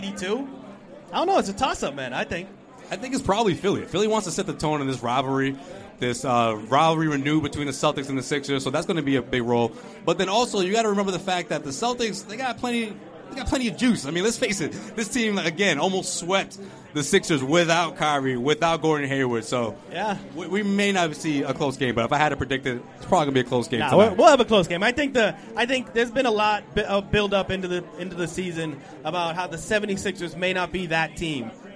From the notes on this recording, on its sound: We bring you the best of our Live Celtics Opening Night Broadcast from The Harp (across the street from the TD Garden).